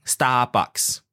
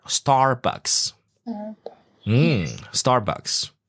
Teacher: a lot of people omit the R · Shown in: first take